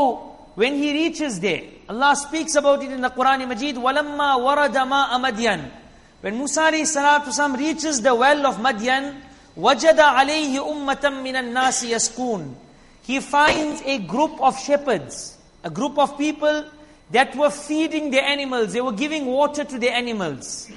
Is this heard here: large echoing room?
yes